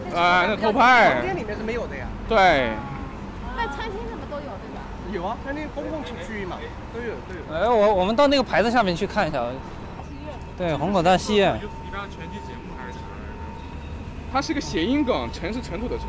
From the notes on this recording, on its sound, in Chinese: 散步实录丨端午节听老虹口口述四川北路记忆（上）。这一场漫步松散又随意，起于一杯咖啡，终于一顿新疆菜。这一期听感并不好，但如果你能忍受得了嘈杂的音质和没头没尾没画面的莫名其妙。